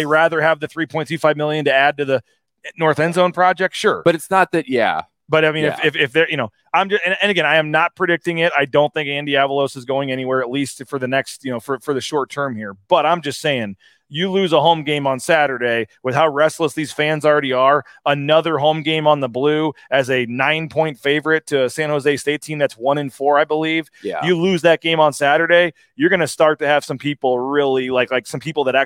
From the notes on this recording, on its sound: are at The James Kitchen and Bar